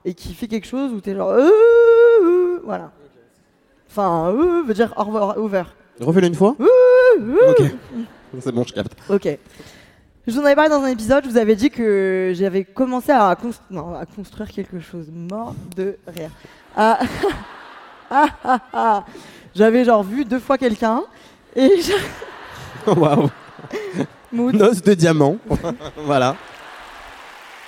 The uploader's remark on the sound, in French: On s'est retrouvé à l'Olympia pour faire un enregistrement live devant 2000 personnes. Soyez tolérants avec mes bruits de respirations, de pleurs et mes cris, c'était du direct !!!